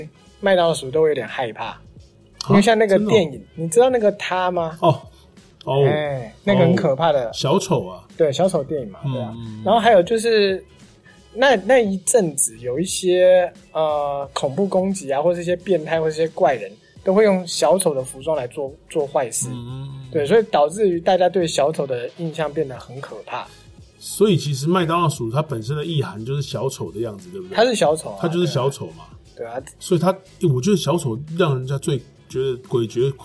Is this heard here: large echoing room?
no